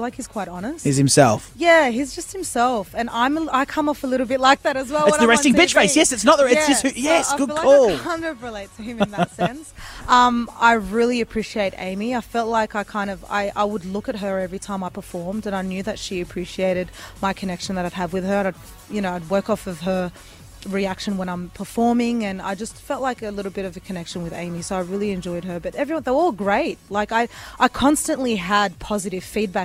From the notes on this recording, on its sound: Live from Australian Idol.